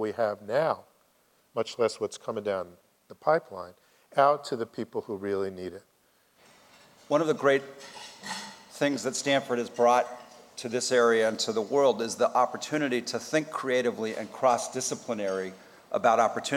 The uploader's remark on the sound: Highlists from Stanford's Center for Health Policy and Center for Primary Care and Outcomes Research conference